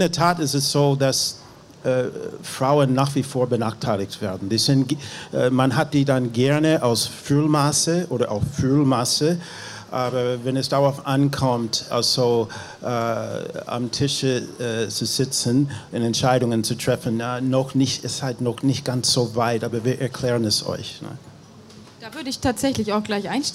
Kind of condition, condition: setting, busy venue